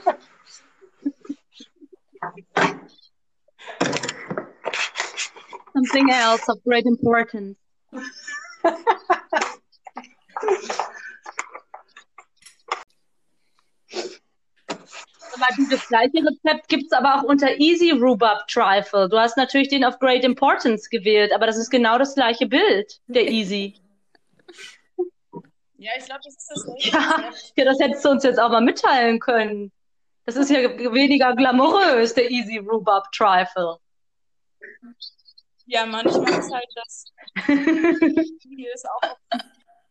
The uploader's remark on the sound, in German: Mit ordentlich Hintergrundgeräuschen und einer Prise Mixtape.